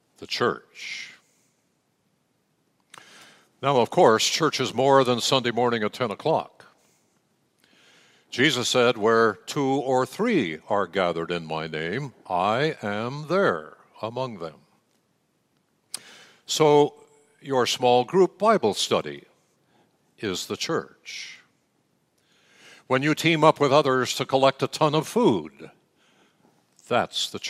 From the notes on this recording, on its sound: Message delivered during the Traditional Worship. San Marino Community Church.